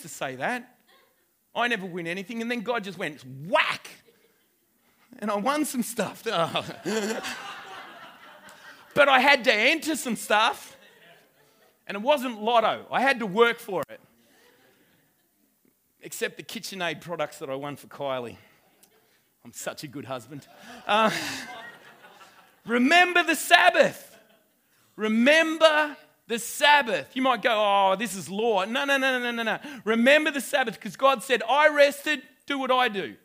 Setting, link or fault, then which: setting, live audience